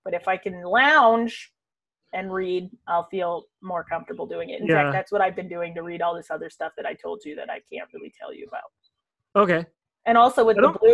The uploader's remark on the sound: This episode was recorded in the beginning of Phase 2 of the re-opening period in Ontario. We're finding Zoom is just WAY more convenient!